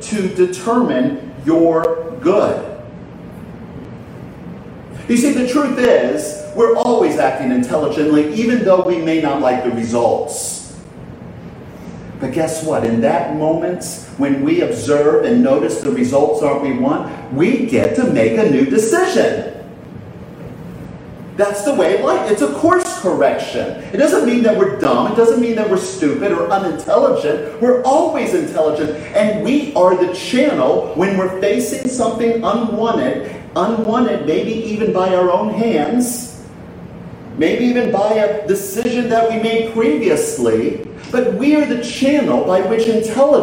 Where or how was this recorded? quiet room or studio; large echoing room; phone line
large echoing room